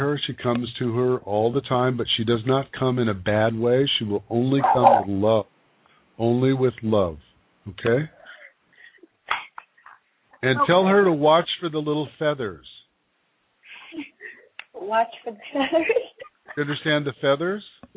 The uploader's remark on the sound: Pre-recorded show - no live calls tonight. With the permission of all participants from Pahrump, NV, we are sharing their emotional TeleCircle. This was a private event where all 6 women were friends or relatives. A TeleCiircle is an event where 6 people call into our conference line and have readings up to 10 minutes each.